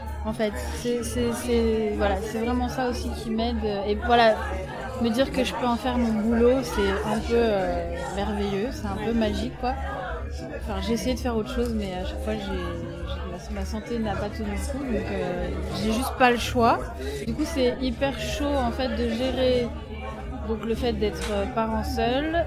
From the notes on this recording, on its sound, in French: Hors-série au Tri Postal - Balade sonore. Dans le studio éphémère du Tri Postal à la soirée Guérillères et Insoumuses. S’est baladée avec un enregistreur de stand en stand.